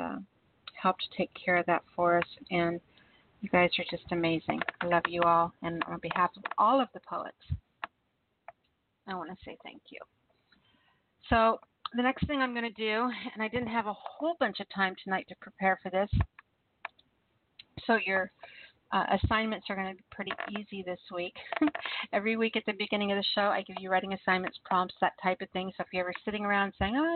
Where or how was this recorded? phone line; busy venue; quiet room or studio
phone line